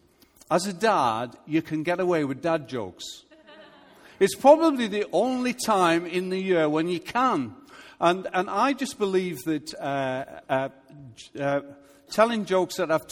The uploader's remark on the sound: Recorded live at Life Church on Sunday 17th June 2018.